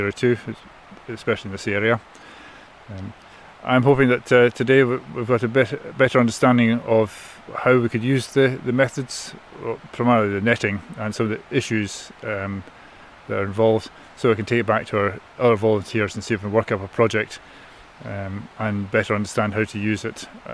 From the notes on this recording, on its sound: In this episode we head to the banks of the River Tay in Perthshire to meet with NatureScot’s beaver team. Recorded at a recent demonstration event held by the team to teach volunteers and land managers the skills to be self-sufficient and carry out effective tree protection in Tayside.